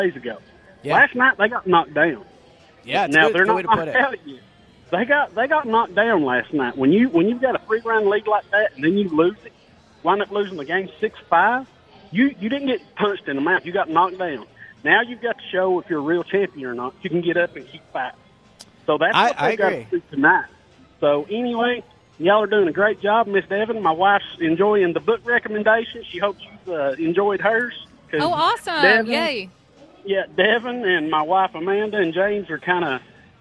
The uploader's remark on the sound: live at Parx Casino